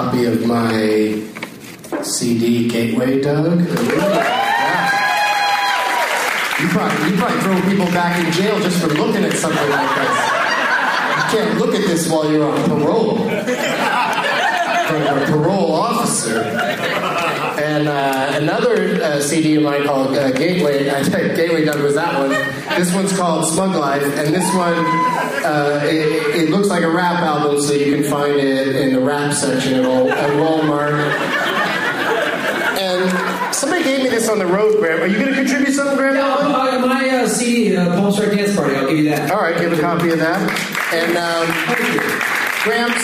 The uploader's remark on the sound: against audience members at The Improv in Ontario, California